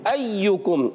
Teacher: حمزہ کو خوب واضح کرنا ہے اور تحقیق سے ادا کرنا ہے خوب ظاہر کر کے